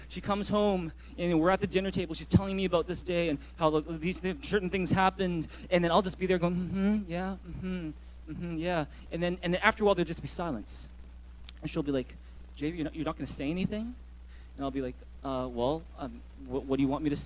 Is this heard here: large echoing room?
yes